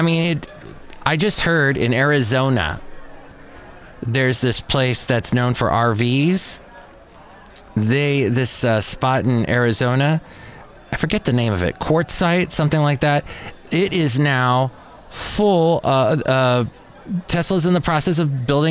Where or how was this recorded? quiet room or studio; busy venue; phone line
busy venue